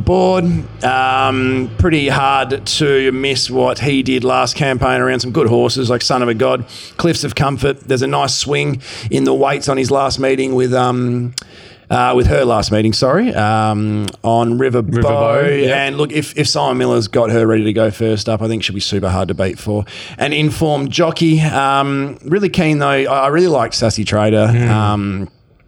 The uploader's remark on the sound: Sitting pretty in the 1900 Bar at Ascot racecourse